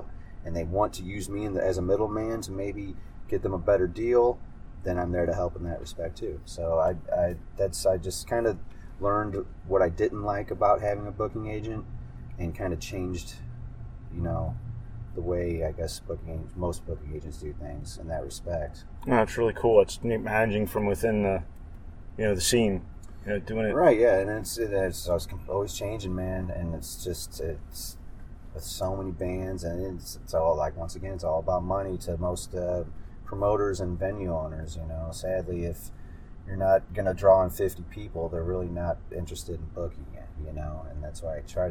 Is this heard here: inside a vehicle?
yes